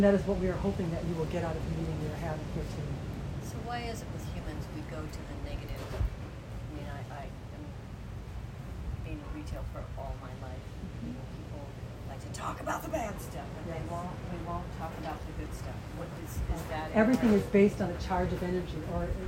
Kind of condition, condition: setting, outdoors